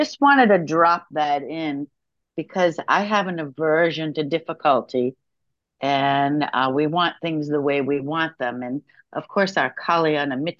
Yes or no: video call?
yes